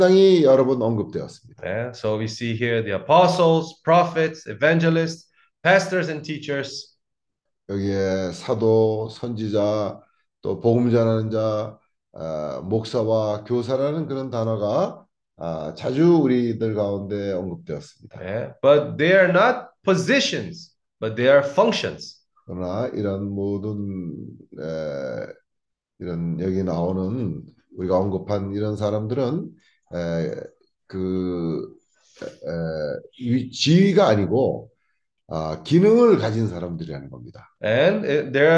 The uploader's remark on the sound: Zoom meeting